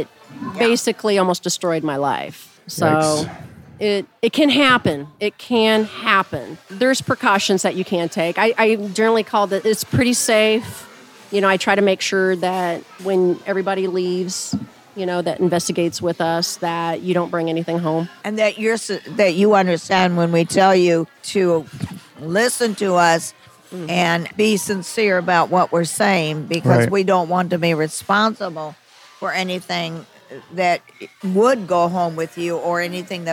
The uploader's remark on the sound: We recorded the show overnight at the DOS REALES Mexican Restaurant in Shawnee which its employees claim to be haunted!